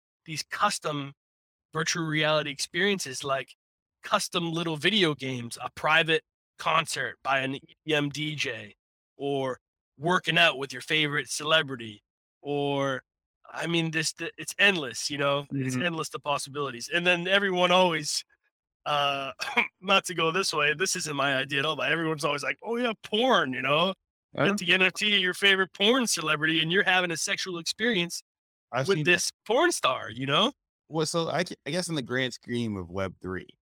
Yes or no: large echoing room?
no